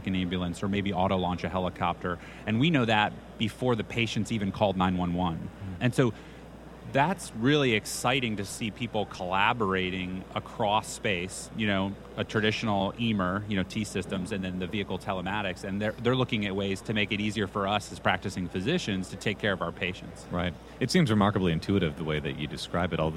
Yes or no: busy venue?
yes